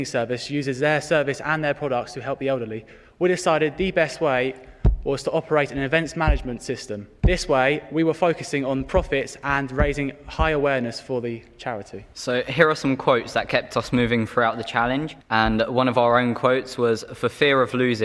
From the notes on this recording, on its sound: The Awards event was held at the Weston Auditorium of the University of Hertfordshire